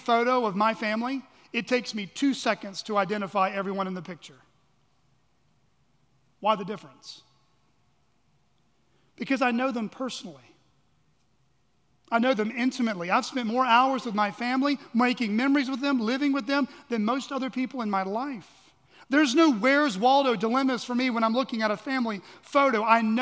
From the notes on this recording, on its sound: at Chaffee Crossing Baptist Church in Barling, AR.